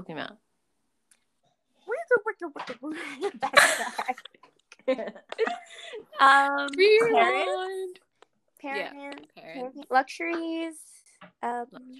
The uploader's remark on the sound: apologies for the clicky noises and the random cut outs.